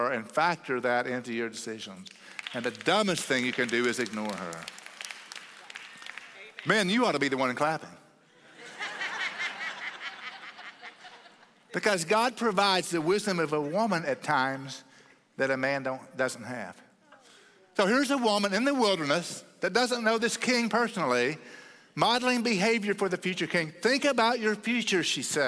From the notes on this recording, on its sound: At Cross City Church in Euless, TX on May 14, 2023.